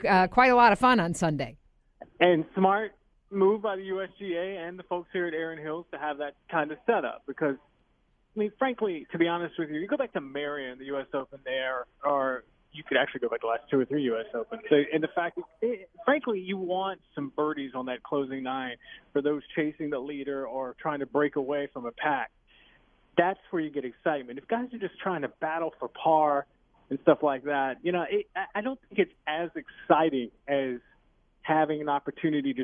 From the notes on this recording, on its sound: calls in LIVE from Erin Hills